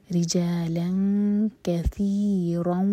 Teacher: منہما رجالا کثیرا، را کے نیچے کسرہ تو را باریک ہوگا، لام کی تنوین کے بعد کیف ہے تو یہاں پر ہم نون کے ساؤنڈ کو چھپائیں گے اور 2 سیکنڈس کا ٹائم دیں گے